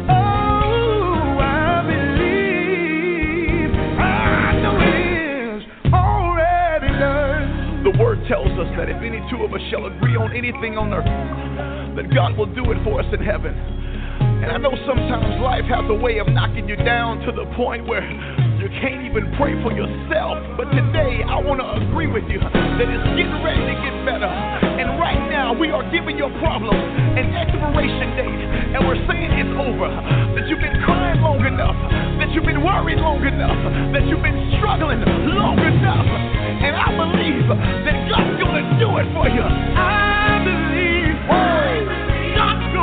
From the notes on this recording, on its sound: Conference Call